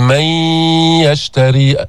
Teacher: ما تقول ياء محضة بدون غنة، من يشتري، بعضهم هكذا يقرأ، لا، ينبغي أن نسمع صوت الغنة، أن نظهر صوت الغنة في هذا الإدغام الناقص، إدغام غير مستكمل التشديد.